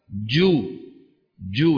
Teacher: انحبس. جو، جو، لما أطلقها تنطلق بقوة، لذلك يسمونها في علم الأصوات الحديث حرف انفجاري، كأنه ينفجر، انفجار.